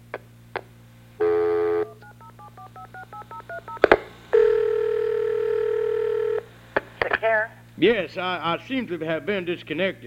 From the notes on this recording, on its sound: …'s Personal Prank Phone Calls Collection.